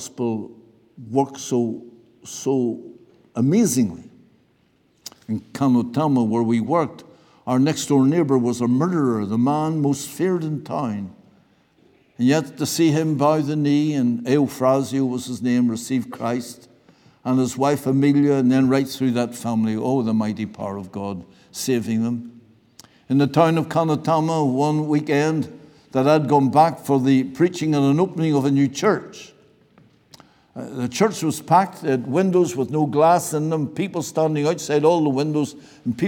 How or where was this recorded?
large echoing room